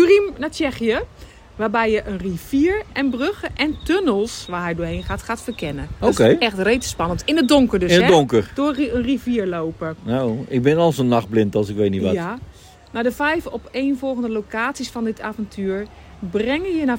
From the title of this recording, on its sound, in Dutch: Live Vanuit De Efteling